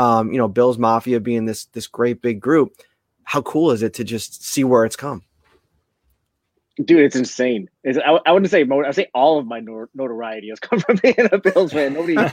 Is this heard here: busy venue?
no